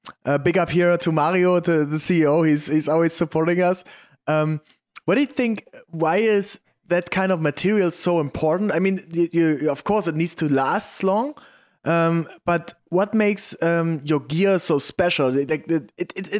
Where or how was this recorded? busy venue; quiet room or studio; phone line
quiet room or studio